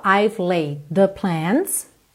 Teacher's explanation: laid com the, você junta num D só